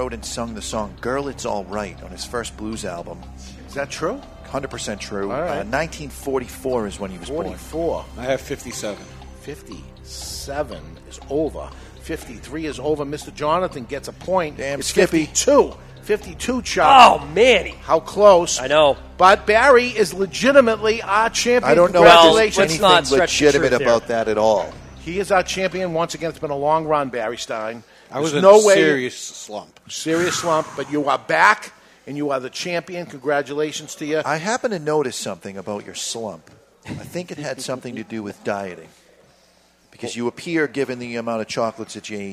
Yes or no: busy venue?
yes